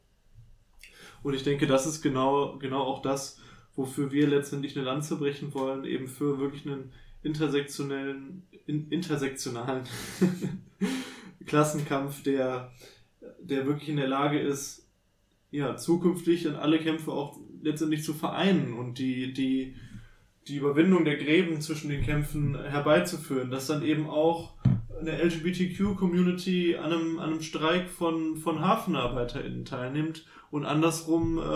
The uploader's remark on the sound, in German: Ab der nächsten Folge wird die Audio Qualität auch nochmal etwas besser, versprochen!